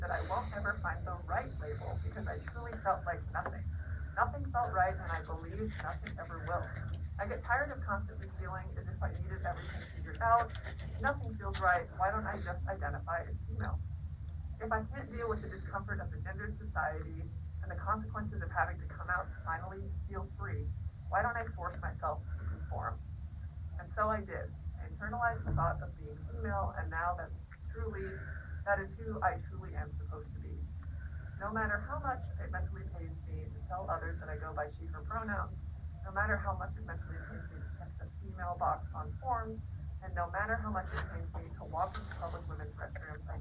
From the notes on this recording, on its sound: Since there are audio issues.